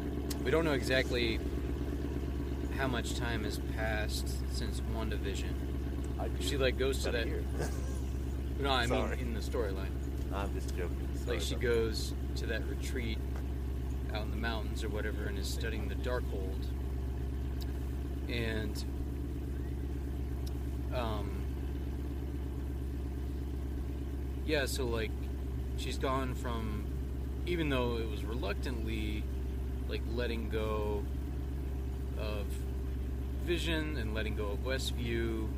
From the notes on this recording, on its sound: We literally recorded this in the parking lot right after viewing the film.